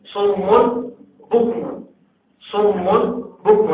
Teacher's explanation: الاولى في ديال الميم الضمه الثانيه اللي كتحل محل نون ساكنه نقلب النون ساكنه ميما خالصه · Term: القلب